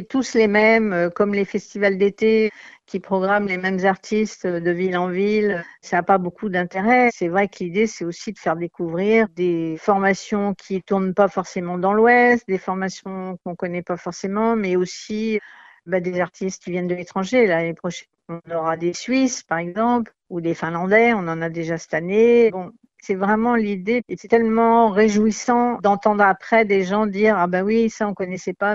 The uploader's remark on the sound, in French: Secrétaire de l’association Jazzimut, jointe par téléphone.